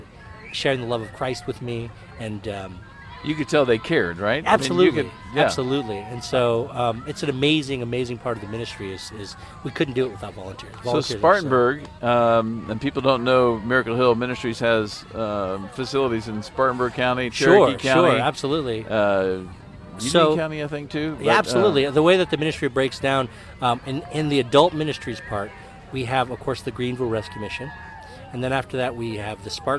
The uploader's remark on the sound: Live at the Miracle Hill Kids Ninja Challenge